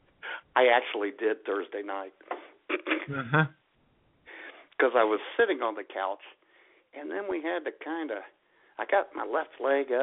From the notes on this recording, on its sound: your phone calls